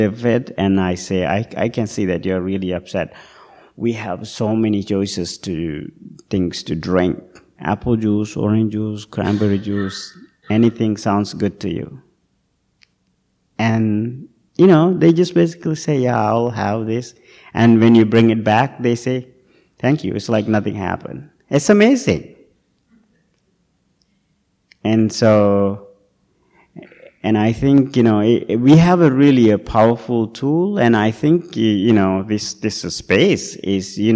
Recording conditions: large echoing room